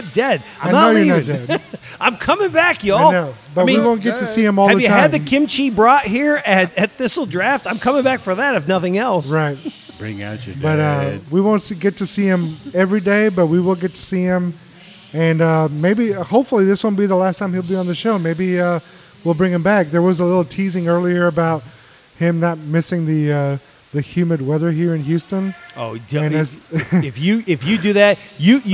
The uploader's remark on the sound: We recorded at Thistle Draft Shop in Spring, TX with a great mix of guests!